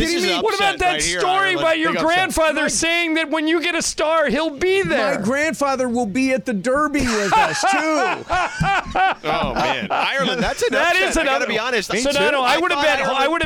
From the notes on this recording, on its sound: The show is live from Rams training camp